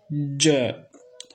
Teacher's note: الجيم ينقفل المخرج فيها انقفالا تاما